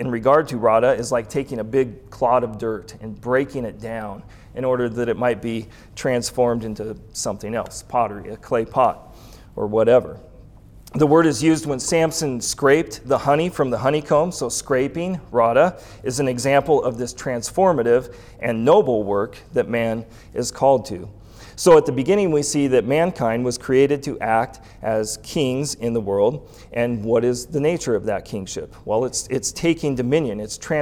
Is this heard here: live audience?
yes